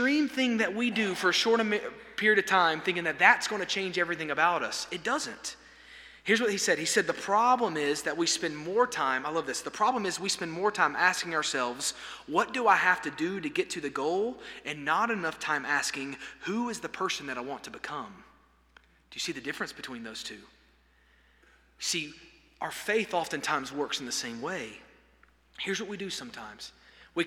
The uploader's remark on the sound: This sermon was delivered on September 27, 2023 at First Baptist Church Hendersonville, NC during the Wednesday night Bible study hour.